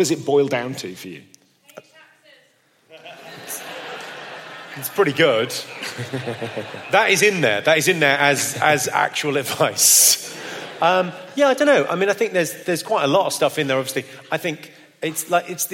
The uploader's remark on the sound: This is a live performance in front of an audience. Live!